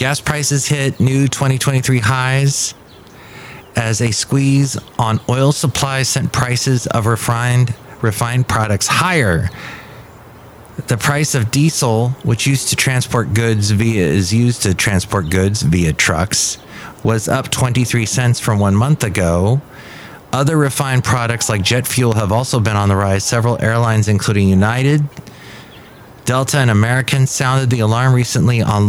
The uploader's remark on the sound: podcasts live from Café Anyway